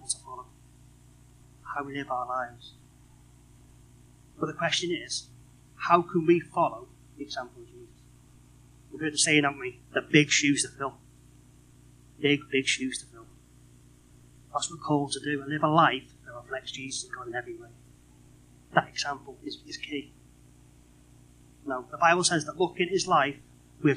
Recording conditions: poor sound quality